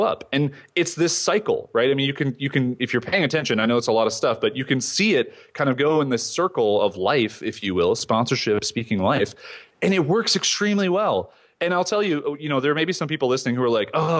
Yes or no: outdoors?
no